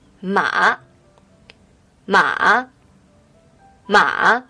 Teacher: let's put the third tone, a falling rising tone on it. Then it will be read ma, ma, ma, which might mean a horse in Chinese.